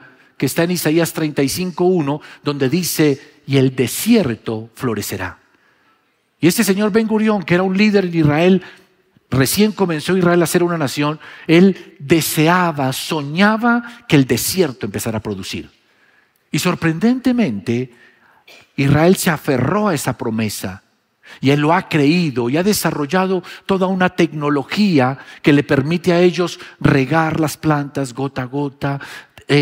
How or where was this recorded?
large echoing room